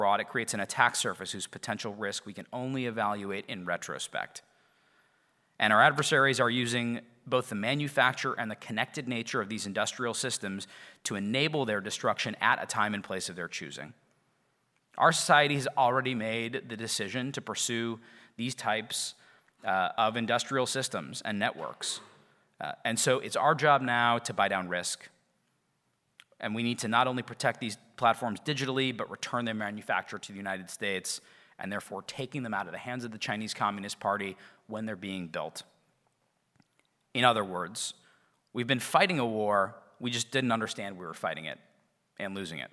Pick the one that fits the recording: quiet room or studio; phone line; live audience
live audience